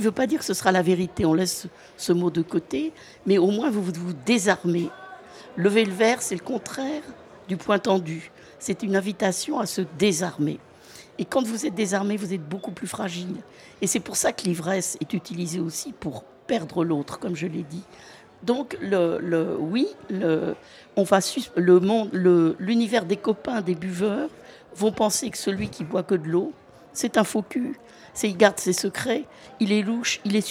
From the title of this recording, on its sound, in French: En direct du festival BU